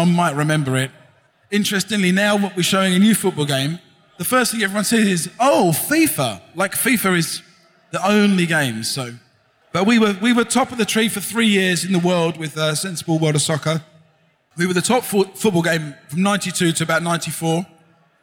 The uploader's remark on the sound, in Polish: Nagranie to jest zapisem sobotniego panelu na scenie głównej festiwalu Pixel Heaven 2016 . Prelekcja w języku angielskim.